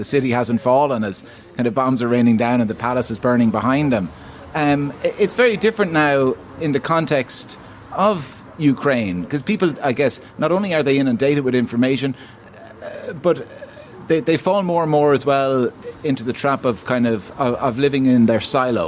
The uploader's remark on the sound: As the Dalkey Book Festival approaches. LIVE at The Queens Bar in Dalkey.